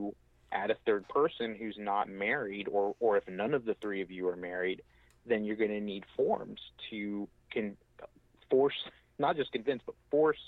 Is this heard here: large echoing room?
no